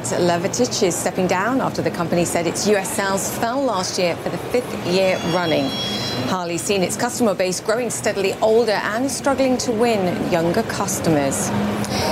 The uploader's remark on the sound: live from the New York Stock Exchange